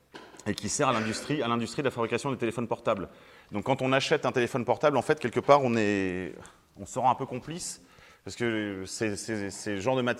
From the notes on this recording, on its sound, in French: Conférence donnée à l'université d'été catholique Academia Christiana lors du colloque "l'identité contre la nouvelle tour de Babel". À Sées - Normandie.